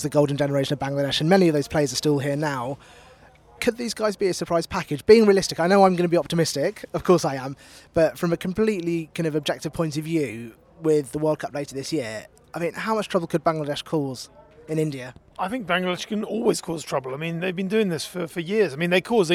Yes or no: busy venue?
yes